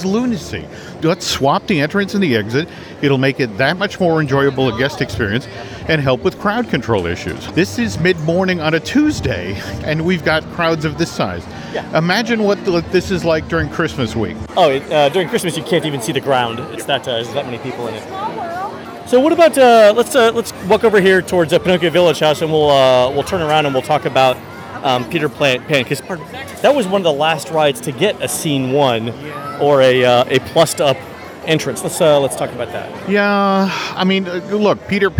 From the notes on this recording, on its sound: Live from Fantasyland. Continue their walking tour of WDW’s Magic Kingdom by strolling through Fantasyland.